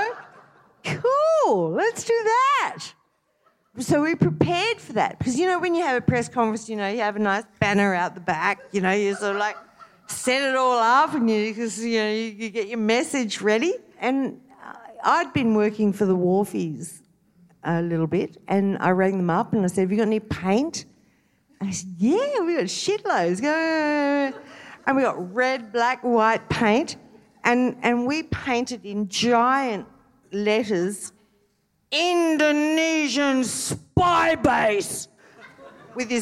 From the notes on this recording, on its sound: SPUN: True Stories Told in the Territory is a live storytelling event. Popping up at different venues across Darwin.